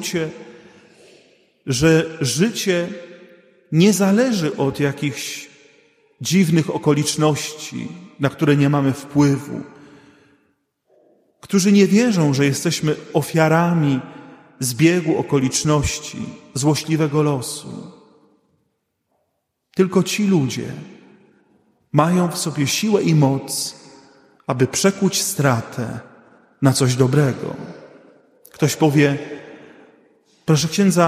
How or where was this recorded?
large echoing room